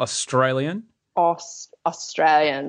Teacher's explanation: The word Australian, we say the r because it starts a syllable.